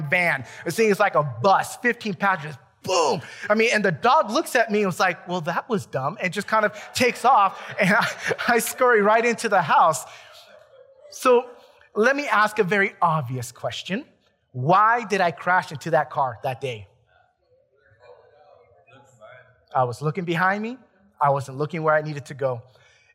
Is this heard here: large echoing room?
yes